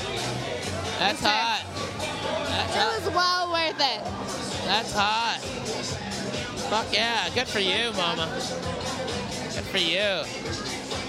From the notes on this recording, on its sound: Live from the Mercy Lounge in Nashville TN.